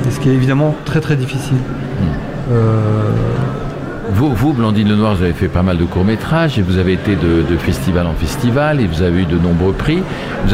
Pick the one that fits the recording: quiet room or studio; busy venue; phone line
busy venue